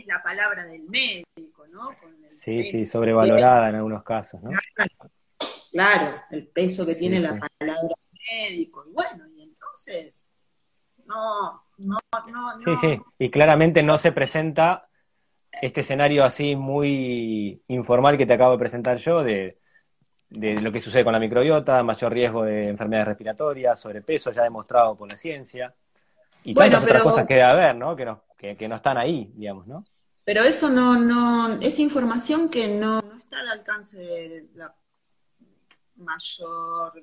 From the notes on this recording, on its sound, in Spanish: Audio de la charla en vivo por Instagram